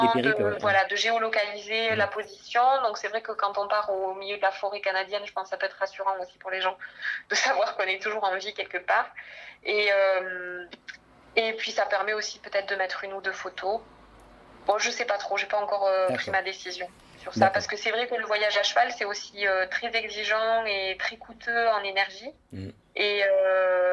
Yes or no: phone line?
yes